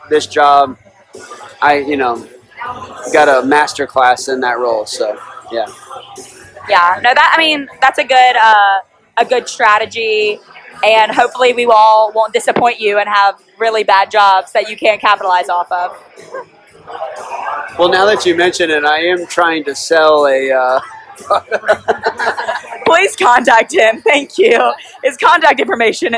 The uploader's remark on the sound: We recorded it in Ireland while at a pub, so a little chaotic, but nonetheless we prevailed.